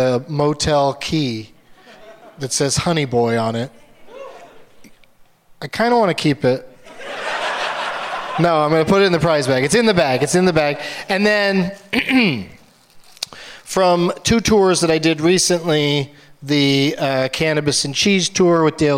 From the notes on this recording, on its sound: Live from the Gramercy Theatre in New York City